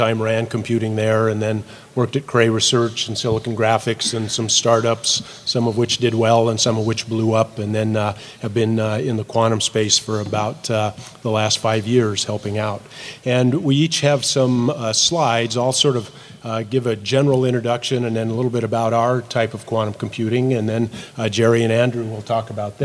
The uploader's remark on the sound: In this podcast from from SXSW 2018